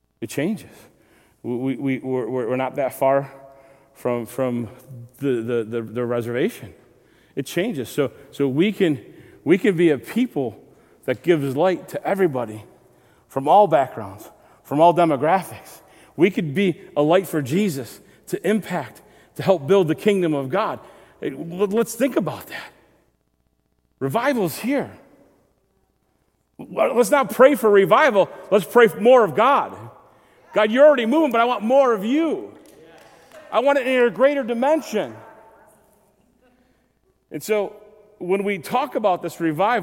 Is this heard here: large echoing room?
yes